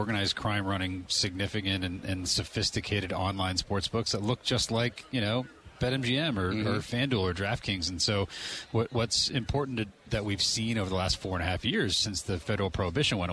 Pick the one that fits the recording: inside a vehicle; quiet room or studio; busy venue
busy venue